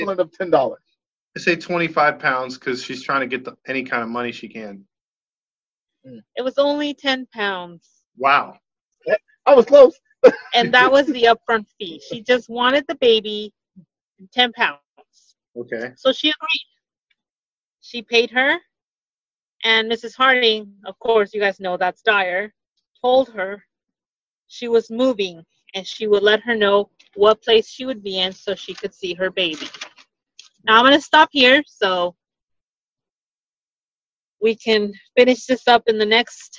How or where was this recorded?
video call